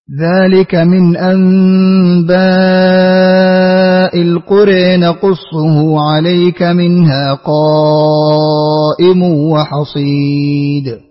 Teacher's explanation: اقرأ لخالف بترك الغنة مع الإمالة